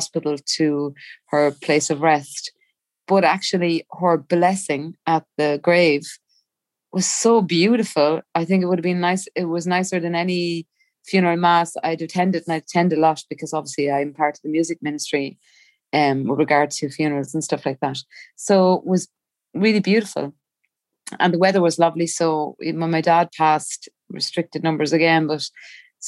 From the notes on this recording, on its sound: The Irish Times Women’s Podcast hosted an evening of storytelling to mark International Women’s Day.